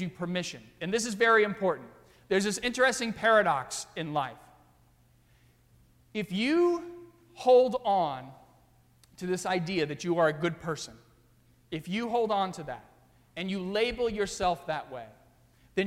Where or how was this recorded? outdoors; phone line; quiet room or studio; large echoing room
large echoing room